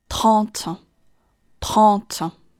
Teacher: 开头是一个辅音群，tt，把 r 当做 t 的一个尾巴，顺带的发出来 · IPA: [trɑ̃t]